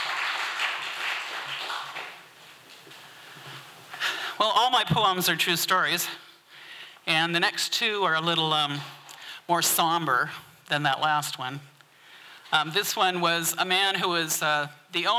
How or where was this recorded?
large echoing room